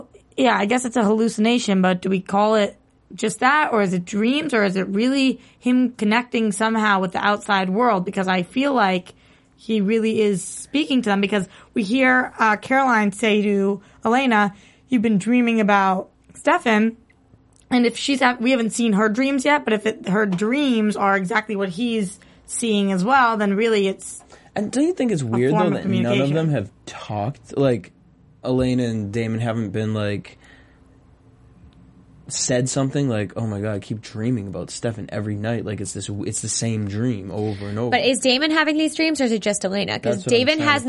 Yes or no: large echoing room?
no